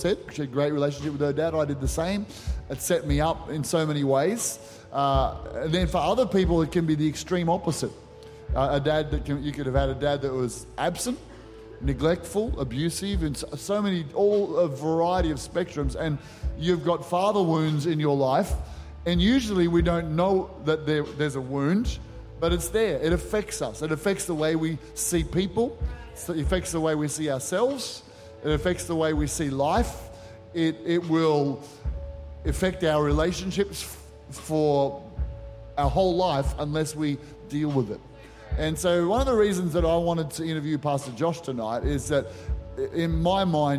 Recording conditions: large echoing room